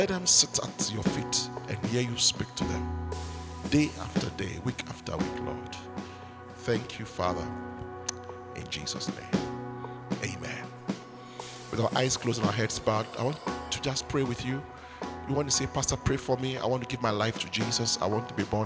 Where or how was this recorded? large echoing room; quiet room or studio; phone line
large echoing room